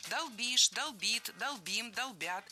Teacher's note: Не долбим, а долбим. Ударение в этом глаголе всегда стоит за корнем. Долбишь, долбит, долбим, долбят.